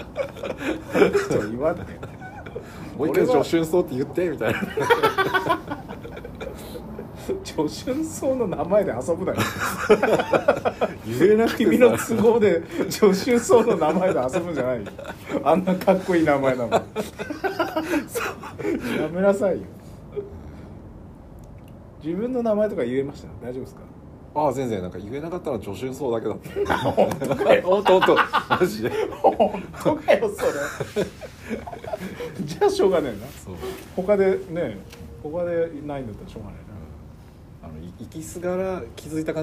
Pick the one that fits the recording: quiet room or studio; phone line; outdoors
outdoors